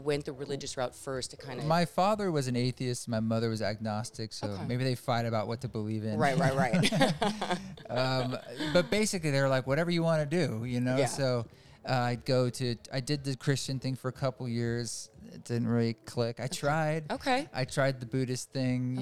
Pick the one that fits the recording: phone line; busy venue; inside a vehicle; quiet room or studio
busy venue